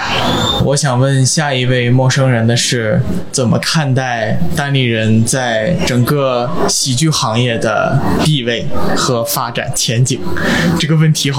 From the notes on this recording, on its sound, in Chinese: 发现喜剧周嘉年华。在这场嘉年华中，我们再次搭建起了“陌声人电话亭”，让来到这里的人们用声音相聚！它的规则很简单，就是走进电话亭，按下录音键。受限于收音条件，背景音会有些嘈杂，偶尔会有声音忽大忽小的情况，也有因为参与的观众没有念出自己的问题，而导致问题不连贯的情况出现。